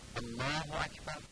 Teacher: و نکته دیگر این که لفظ مبارک الله، لفظ جلاله رو این لامش رو درشت بگیم